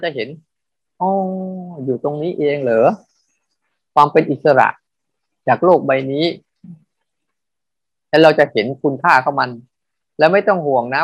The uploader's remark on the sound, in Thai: เป็น 1 ใน 3 คอร์สออนไลน์ (ผ่านโปรแกรม Zoom)